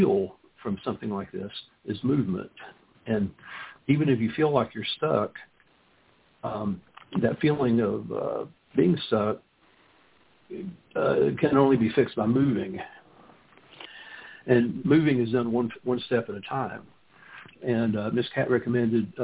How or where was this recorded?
phone line